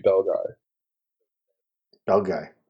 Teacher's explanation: Belgae or Belgae? It's well, A is a diphthong. It sounds like I, so it would be Belgae.